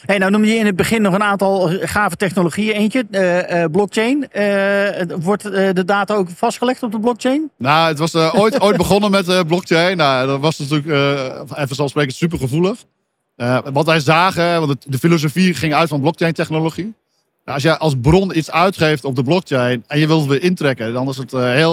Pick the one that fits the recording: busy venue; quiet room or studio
busy venue